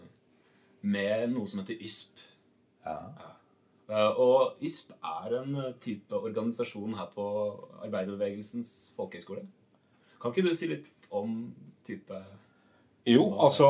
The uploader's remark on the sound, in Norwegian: Dette er den første podcasten gjort av lærere ved AFR. Ta forbehold om at produksjonen kan være av noe varierende kvalitet både teknisk og uerfarenhet ved ledelse av lydprogram.